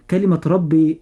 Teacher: كلمة ربي الراء مفخمة عند النطق لأنها مفتوحة